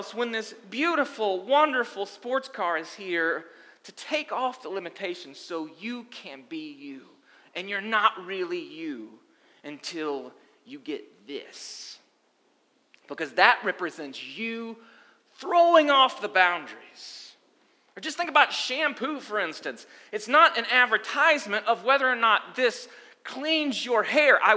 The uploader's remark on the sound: Sunday Gathering Audio From Restoration Church